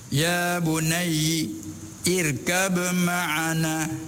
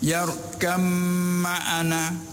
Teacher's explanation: Kita ni riwayat hafaz baca dengan idgham. Idgham ba masuk dalam mim. · Shown in: second take